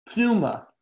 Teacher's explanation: You're not supposed to say that P.